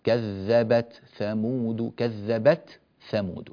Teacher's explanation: التاء هنا لابد من بيانها وتوضيحها وإظهارها، ولا نقول كذبت ثمود، لا كذبت ثمود، كذبت ثمود هكذا.